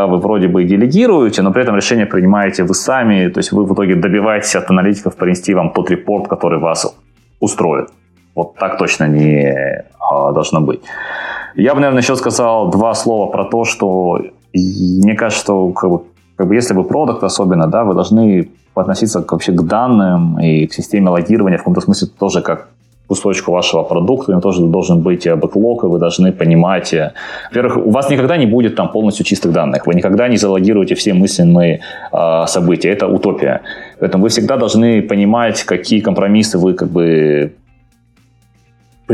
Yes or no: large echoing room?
no